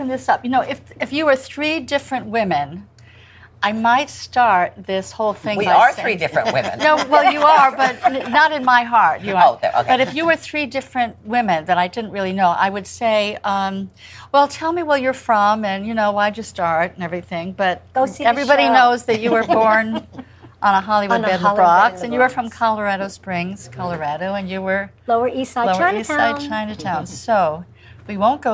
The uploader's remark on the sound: Every episode is recorded live at the legendary Sardi's restaurant, 234 W 44th St, New York, NY 10036.